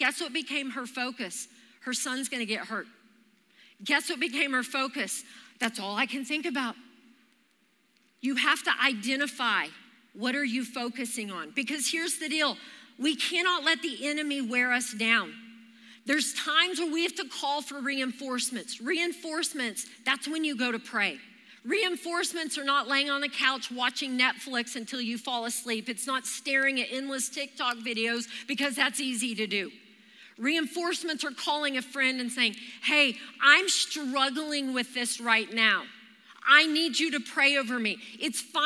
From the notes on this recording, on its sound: Recorded live during our Wednesday night service